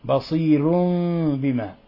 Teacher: لكني أريد أن أنبهك إلى قوله تعالى بصير بما، لم أرك يعني ترققت الراء، بصير بما، لأن هذه مسبوقة بياء، وورش من أصول قراءته أنه يرقق الراء المسبوقة بياء